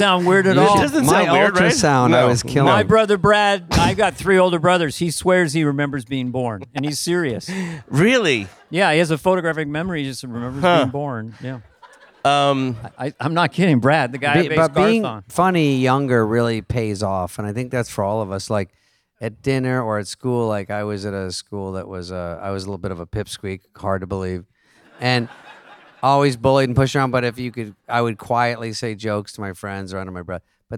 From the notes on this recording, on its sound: Live from Largo at the Coronet.